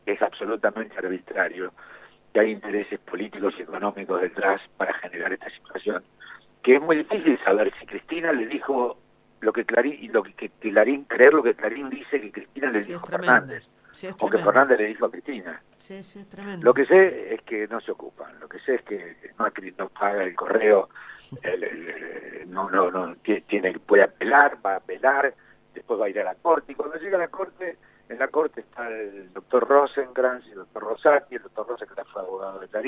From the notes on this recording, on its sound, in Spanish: Recordamos la comunicación telefónica con el actor